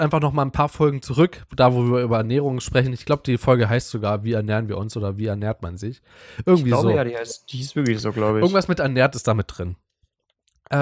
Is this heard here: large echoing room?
no